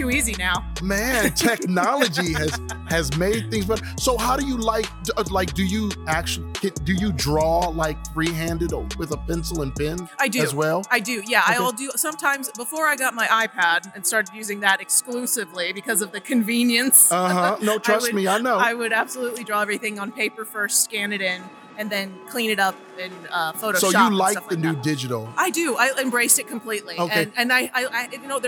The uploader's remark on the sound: Live from Lilac City Comic Con in Spokane, Washington.